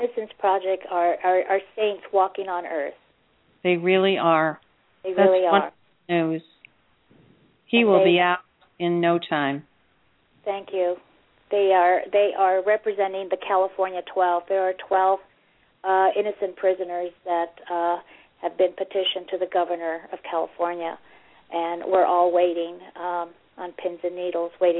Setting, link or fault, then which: link, phone line